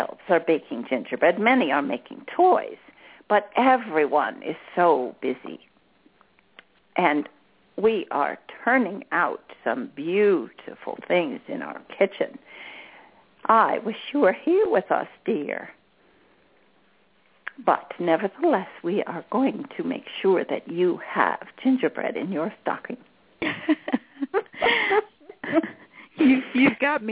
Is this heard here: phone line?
yes